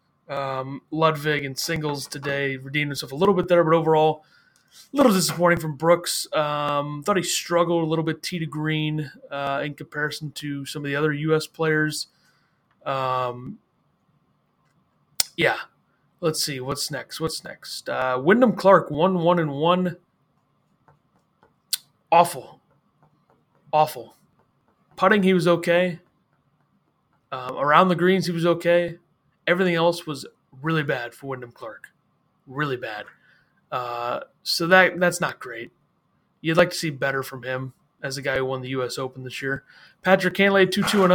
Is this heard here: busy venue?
no